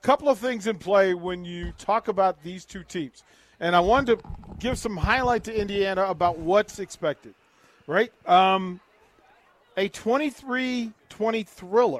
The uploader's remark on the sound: Nebraska Football Talk Live from Barry's